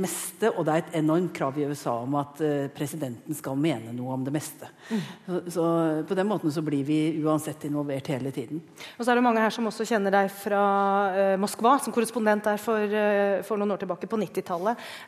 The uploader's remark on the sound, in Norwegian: Korrespondentene møter publikum i Store studio